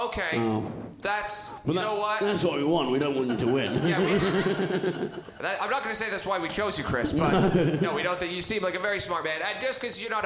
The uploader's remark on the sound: Live In Edinburgh Fringe 2022. We have dug into the vault to find another live show from Edinburgh for you to enjoy.